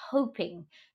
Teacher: So to explain that, it would be like if you see the word H-O-P-I-N-G, I would know immediately that that's hoping because it only has one P and the O is long